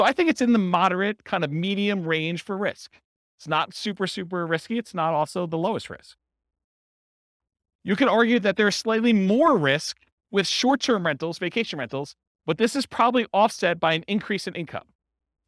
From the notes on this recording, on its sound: This was a live class recorded